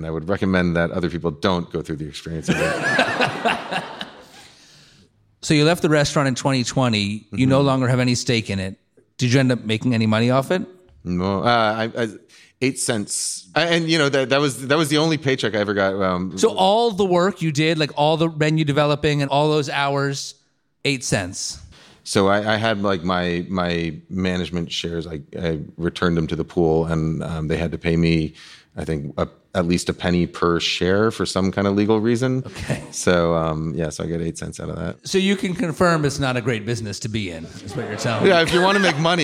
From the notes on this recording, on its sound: on stage at Swedish American Hall in San Francisco